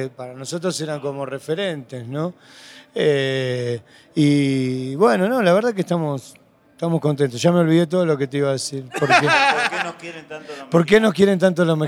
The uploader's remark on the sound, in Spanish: Grabado en el backstage de el icónico Foro Sol en la Ciudad de México, este sirvió de trasfondo perfecto para esta entrevista realizada justo cuando el grupo estaba a punto de subir al escenario.